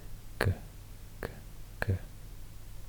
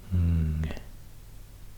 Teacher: this is the tongue against the soft palate, the back of the palate · Term: velar consonant